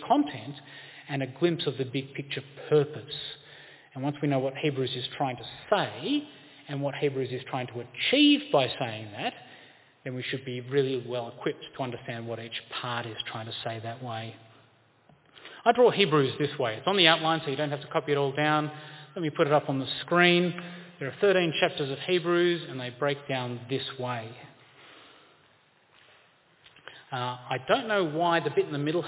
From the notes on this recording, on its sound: This presentation is at St Jude's Anglican Church, Carlton, Victoria on 1 February 2023.